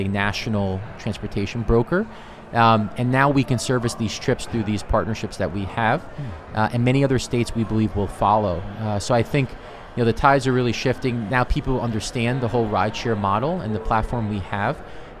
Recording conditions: busy venue